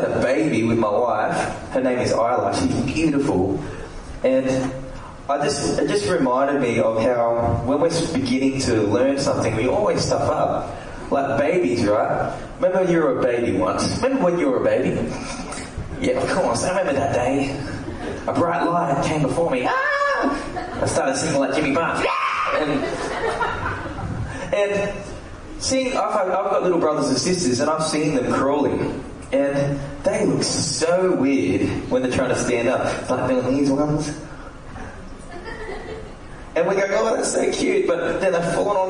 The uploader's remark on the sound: recorded live at the session